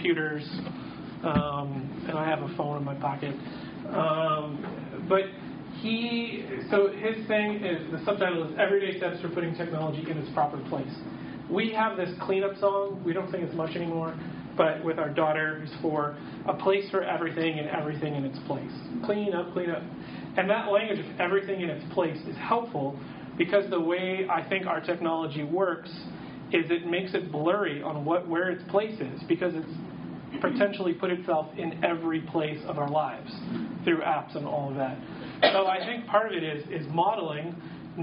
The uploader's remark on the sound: audio from a workshop